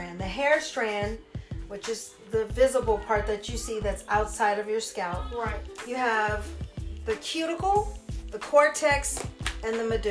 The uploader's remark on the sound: This week my nephew who is 11 years old sits down with me. Please excuse me for not having my mic.